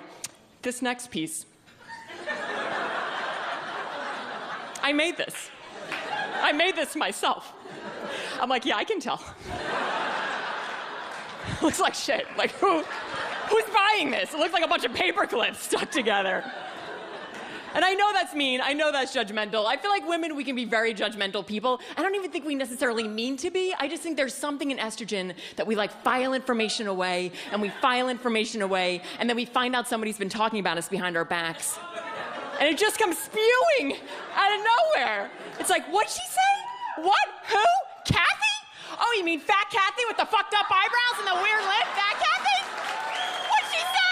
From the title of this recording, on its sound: Stand Up Comedy Live Gotham Comedy Club